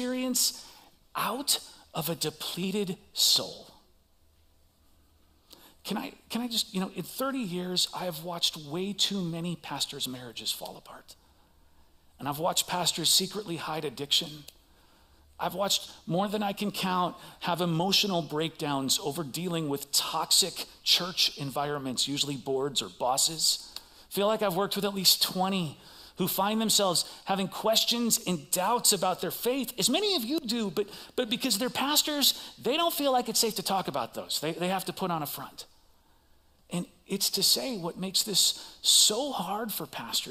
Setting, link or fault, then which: setting, large echoing room